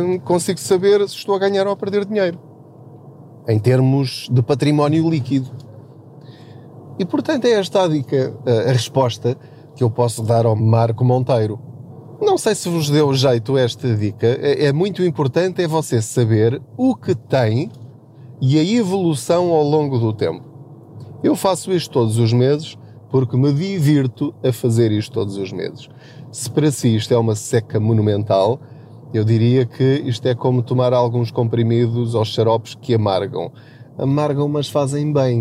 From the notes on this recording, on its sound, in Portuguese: Não ligue aos barulhos da viagem.